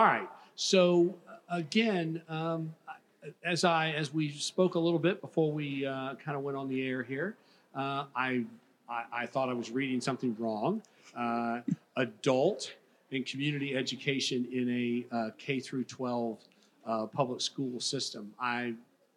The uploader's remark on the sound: Recorded live at the 2023 Florida Chamber Foundation's Annual Future of Florida Forum. Recorded live at the Florida Chamber's "Future of Florida Forum," from Hyatt Regency Grand Cypress Resort in Orlando near Florida’s Disney World.